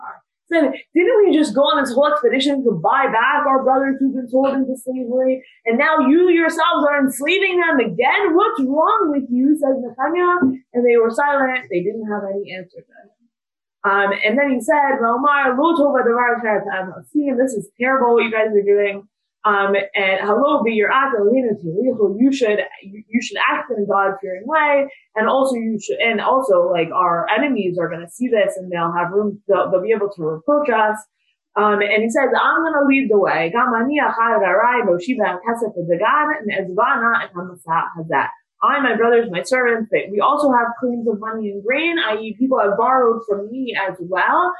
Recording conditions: video call